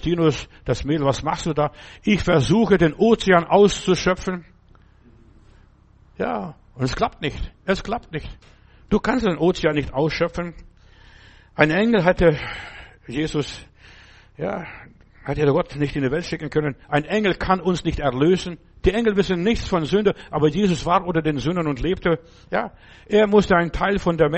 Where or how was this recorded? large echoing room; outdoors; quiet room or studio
large echoing room